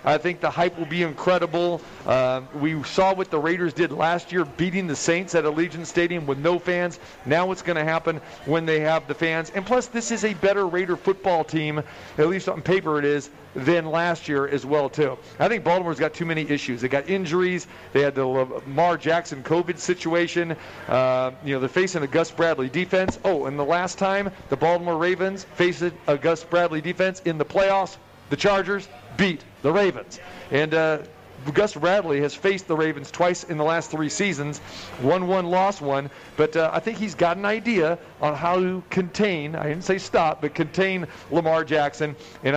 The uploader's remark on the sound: Live From The Cosmopolitan of Las Vegas